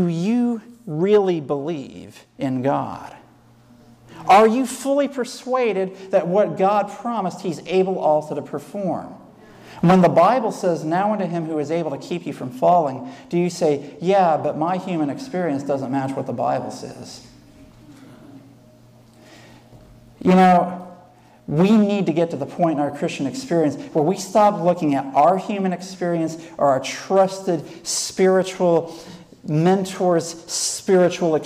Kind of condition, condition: setting, large echoing room